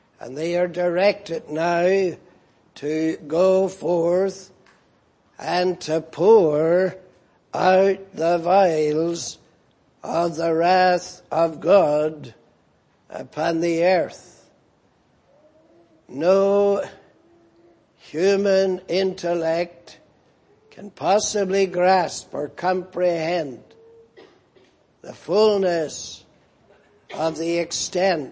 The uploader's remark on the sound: Preached in Grafton. At the Lord's Day Morning service on 10th March, 2019.